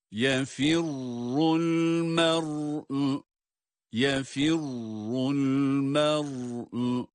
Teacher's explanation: Bakınız, burada ra şeddeli ve ötre harekesi alması itibariyle fa harfinden esre ile ra'ya geçer geçmez ra'yı kalın olarak okuyoruz. · Term: ra kalın okunur